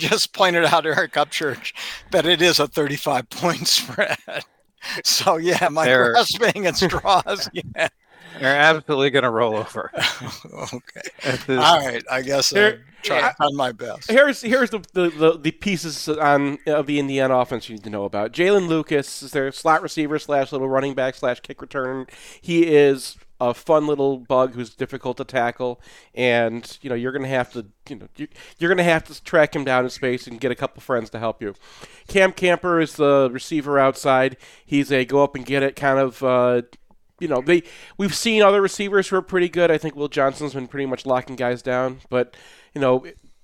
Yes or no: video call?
no